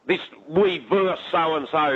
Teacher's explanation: to drop that last syllable off the word versus